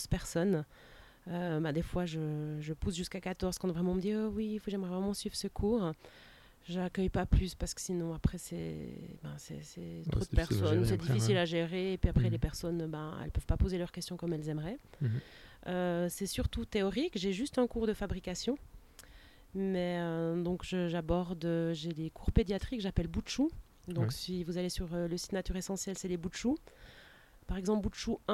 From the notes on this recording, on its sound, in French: Eh oui, un coup de chance, le soleil est resté jusqu'au bout de l'interview. Très certainement le dernier épisode enregistré sur une terrasse pour cette année.